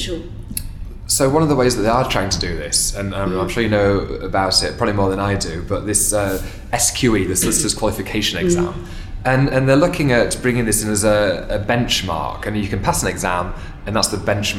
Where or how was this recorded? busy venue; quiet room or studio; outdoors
busy venue